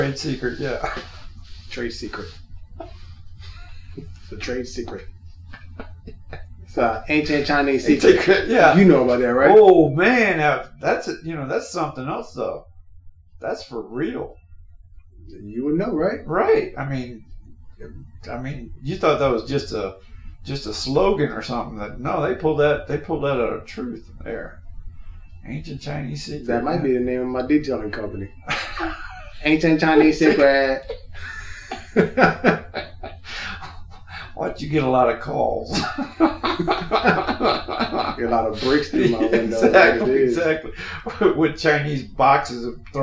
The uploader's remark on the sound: All Episodes are recorded at work or home. In our desire to deliver an authentic, organic experience to the listener, sometimes the background will reflect this “At Work” atmosphere. As we progress, our sound quality will improve, we appreciate your patience and understanding.